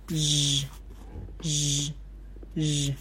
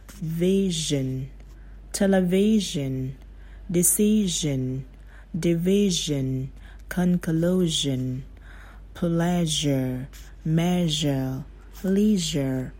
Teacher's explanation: Tròn môi trên giống như âm SH và đẩy âm ở cổ. Chứ nó không phải là hơi giống như là sh. · Term: âm z